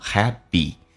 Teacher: 记住 p 发 b,而且最后一个 e 是一个长元音